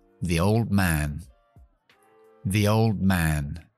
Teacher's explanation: La D cae entre la L de old y la M de man, así que me la quito. · Term: omisión